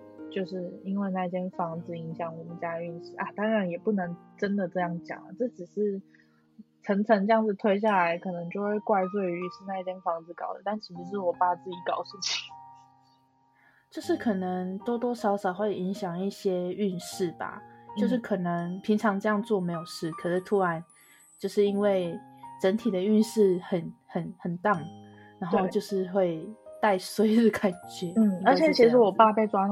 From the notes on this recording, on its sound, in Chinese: 這集在錄製時有許多吵雜背景音